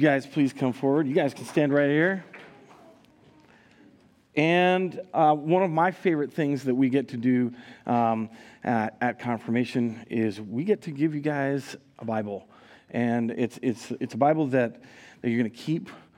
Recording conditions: large echoing room